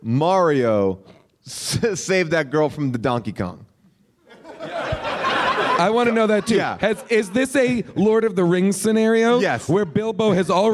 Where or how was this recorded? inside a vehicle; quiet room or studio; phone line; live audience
live audience